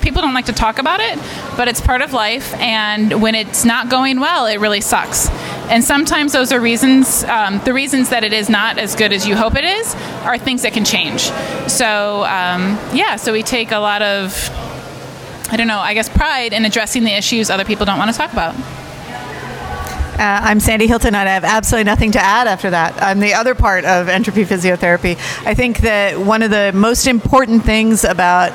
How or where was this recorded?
busy venue